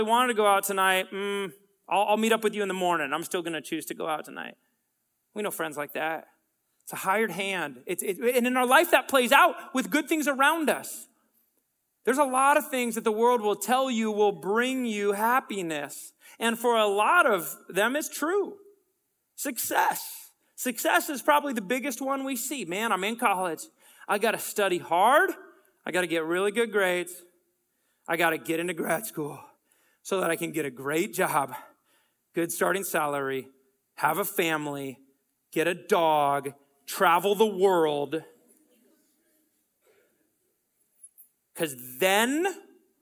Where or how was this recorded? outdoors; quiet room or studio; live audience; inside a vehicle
live audience